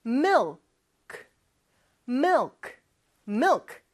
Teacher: Mill 하면서 을 발음할 때는 혀가 윗니 뒤쪽에 와서 쫙 붙지만 뒤쪽, 혀의 뒤쪽은 목구멍을 약간 닫는 느낌을 주죠. 그러면서 크 살짝 해주는 거예요.